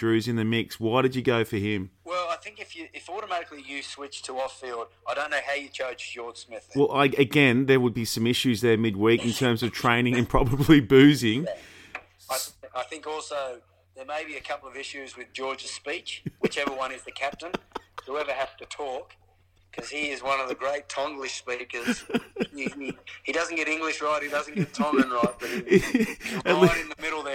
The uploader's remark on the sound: Picks up the phone following Australia's win v the All Blacks.